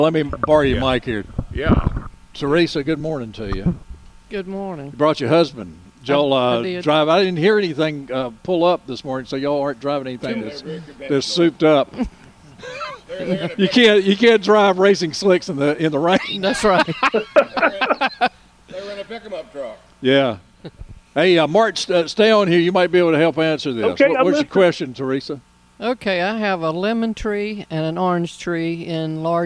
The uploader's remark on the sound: broadcasting live from Hand Picked Nursery